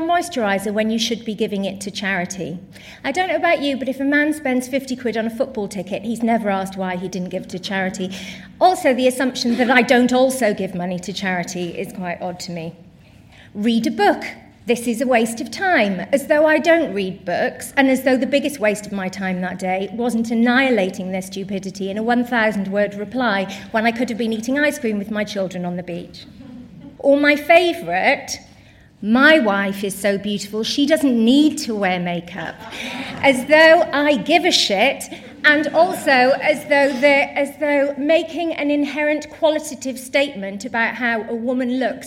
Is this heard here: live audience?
yes